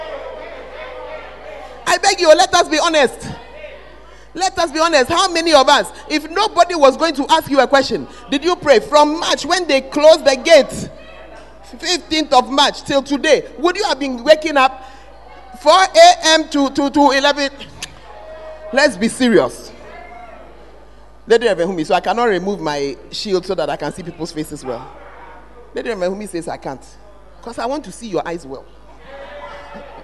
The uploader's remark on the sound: Preached at the Word Alive Service